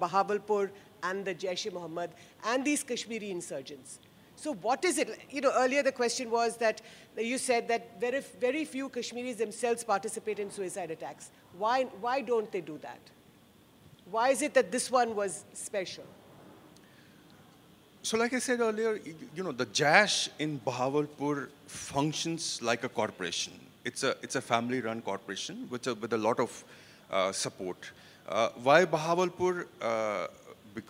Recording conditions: live audience